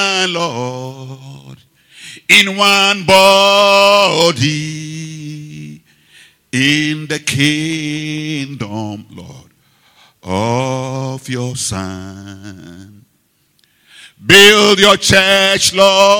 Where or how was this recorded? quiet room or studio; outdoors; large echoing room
large echoing room